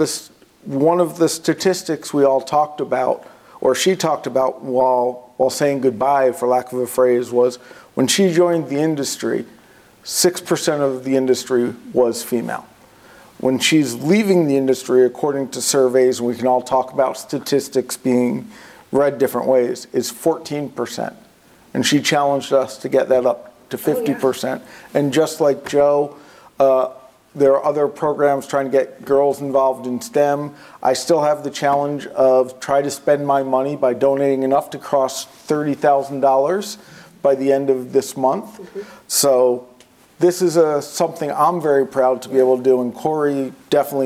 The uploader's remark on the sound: Live From InfoComm 2022